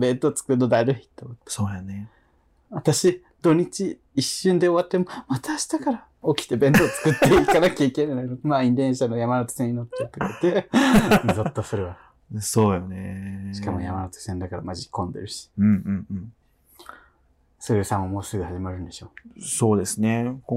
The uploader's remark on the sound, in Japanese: 録音失敗！地獄の音割れ回。音質最悪です…すみません！